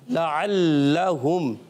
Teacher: عین حلق کے درمیان والے حصے سے ادا کرتے ہیں. عین کو لام سے ملائیں گے پھر تو لام کو مشدد ہونے کی وجہ سے ذرا رک کر ادا کریں گے · Term: تشدید